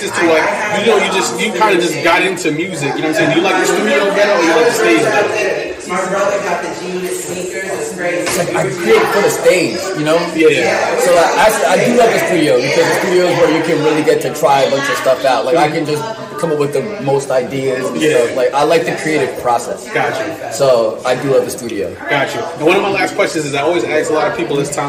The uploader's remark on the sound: live at the Hood Media NYC’s Media Day Mayhem